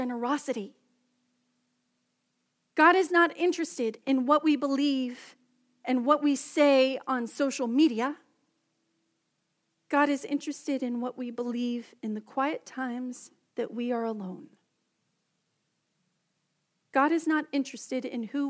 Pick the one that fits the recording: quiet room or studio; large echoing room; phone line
large echoing room